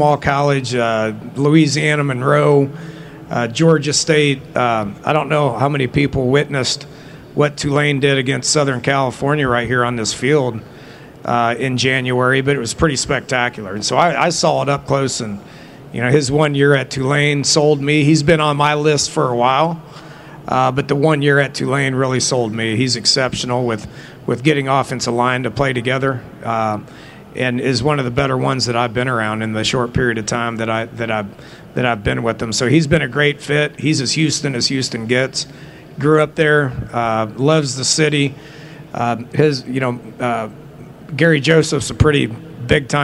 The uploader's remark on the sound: press conference at Big 12 Football Media Days